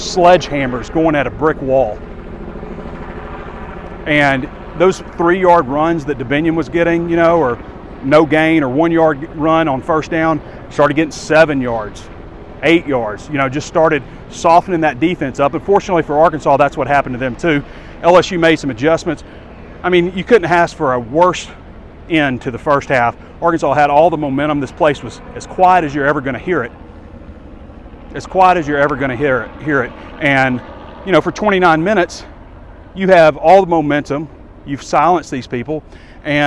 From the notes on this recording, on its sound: WALK & TALK. Walks around Death Valley following Arkansas' heartbreaking 34-31 road loss to the LSU Tigers Saturday night.